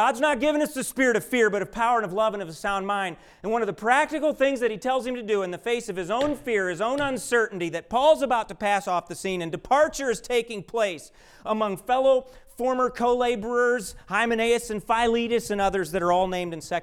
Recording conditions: large echoing room